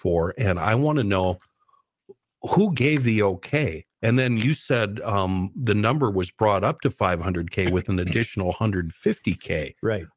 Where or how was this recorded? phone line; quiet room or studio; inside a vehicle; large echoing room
quiet room or studio